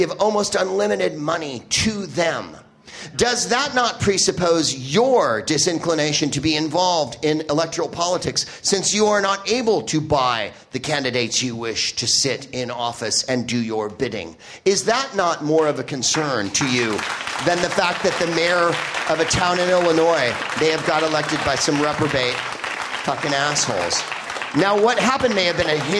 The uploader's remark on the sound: Live from Chicago's Up Comedy Club